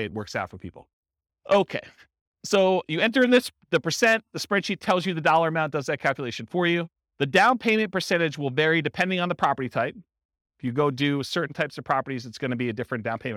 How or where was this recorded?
live audience